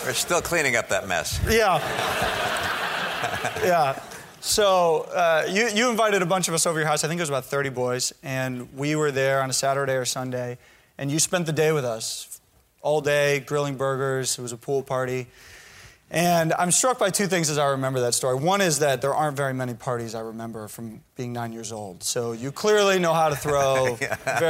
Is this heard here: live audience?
yes